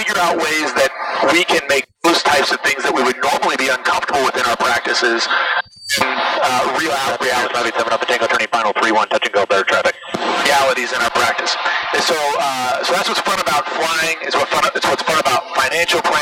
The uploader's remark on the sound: recorded in flight